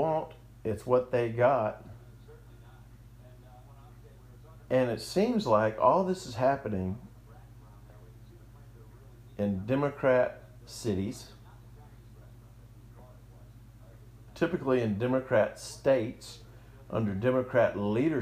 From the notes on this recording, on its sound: audio difference from voice to music, sorry